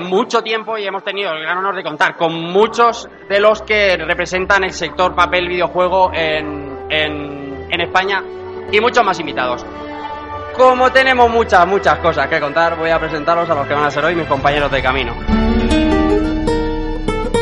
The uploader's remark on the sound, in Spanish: Directo Madrid Games Week